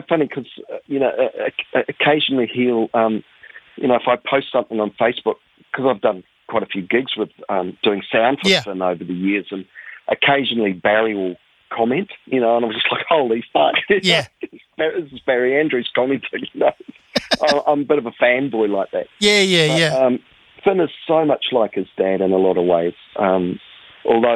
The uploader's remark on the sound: An in-depth chat over the phone